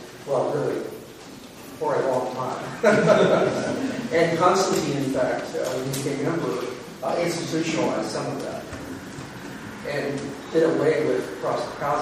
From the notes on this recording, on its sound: This is an audio recording of the Q&amp;A that occurred after the two lectures. This is an audio recording of the Q&A that occurred after the two lectures.